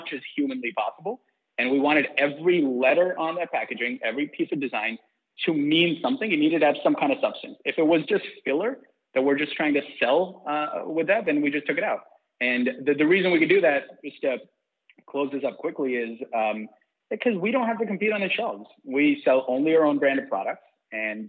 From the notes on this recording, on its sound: Got back into the lab to record 2 incredible interviews and had a Skype call to catch up on our summers. We try not to do many phone interviews because of the sound quality and overall feel but this is a must-listen.